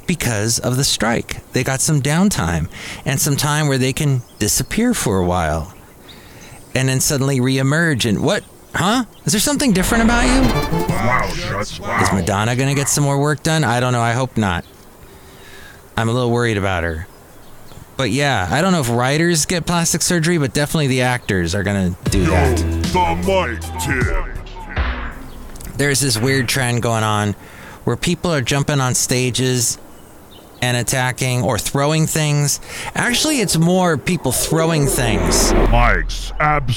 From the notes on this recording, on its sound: podcasts live from Café Anyway